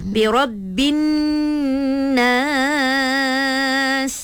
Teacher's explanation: Kena dengung bila dengung tu dua harakat lah.